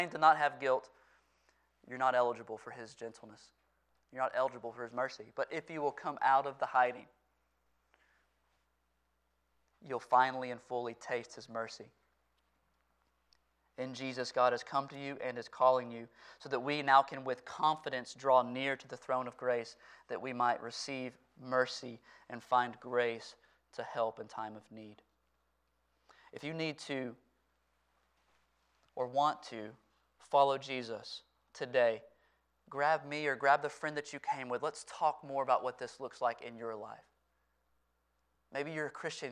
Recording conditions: large echoing room